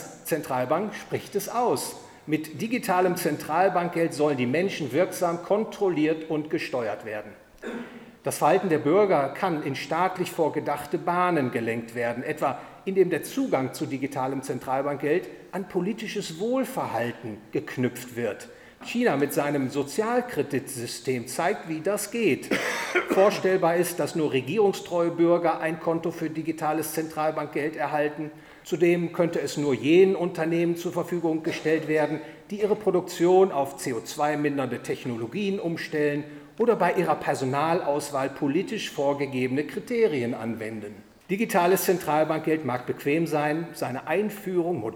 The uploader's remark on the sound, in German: Aufgenommen auf dem Forum Freiheit der Friedrich August von Hayek-Gesellschaft am 14. Oktober 2020 in Berlin.